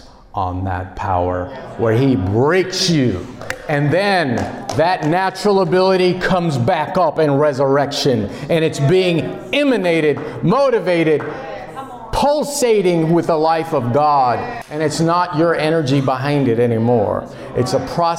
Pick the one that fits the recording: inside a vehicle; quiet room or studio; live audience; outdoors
live audience